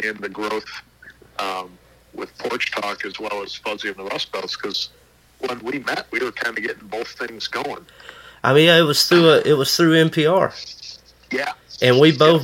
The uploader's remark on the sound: burnt the phone lines out to Buffalo, NY